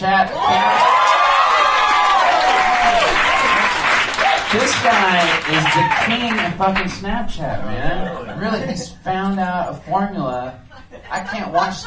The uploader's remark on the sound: Live from DCM18: The Del Close Marathon